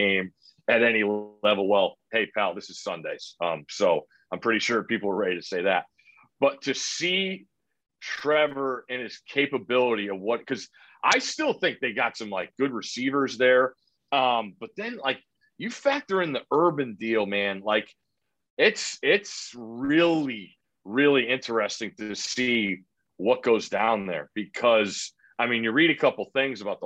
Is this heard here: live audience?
no